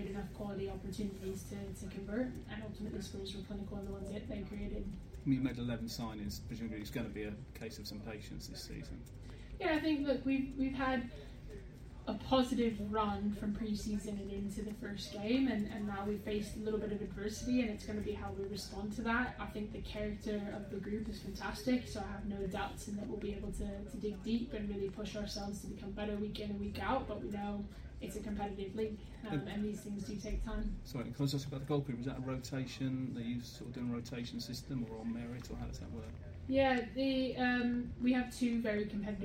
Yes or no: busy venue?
yes